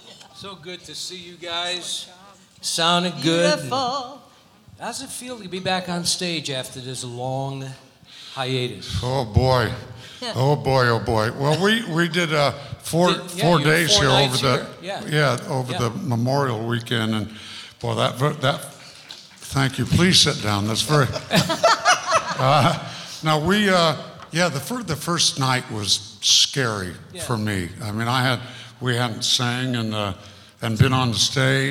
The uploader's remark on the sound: Live at the SouthPoint Casino